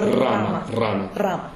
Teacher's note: when the R is at the beginning of the word, it's like a double R